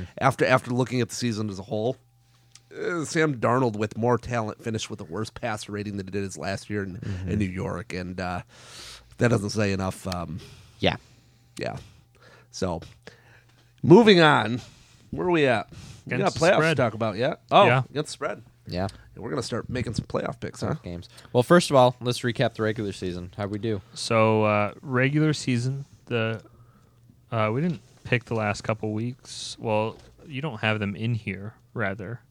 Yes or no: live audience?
no